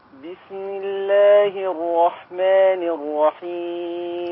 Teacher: السين رقيقة مهموسة ليست ثقيلة